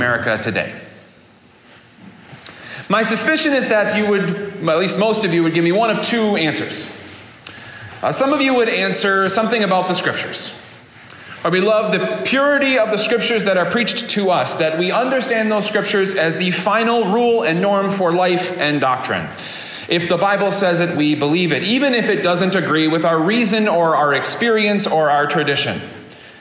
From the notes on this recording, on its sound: This sermon was preached at Prince of PEace Lutheran Church in Fairport, New York on August 20, 2023.